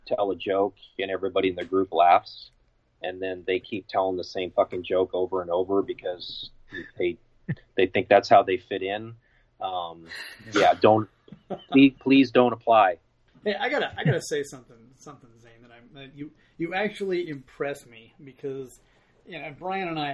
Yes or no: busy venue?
no